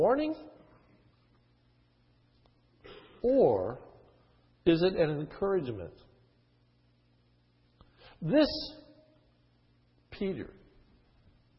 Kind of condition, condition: setting, large echoing room